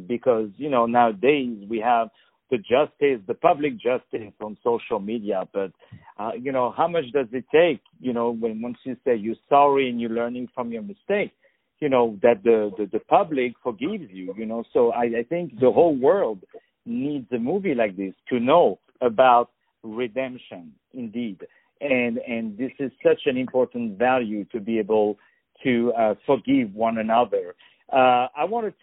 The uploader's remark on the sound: On the phone. The Culture News.